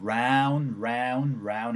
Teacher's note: 그리고 여기 A 사운드가 어렵기 때문에 일단은 round, round, round 할 때 R 사운드로 시작되니까 입 모양이 모아져요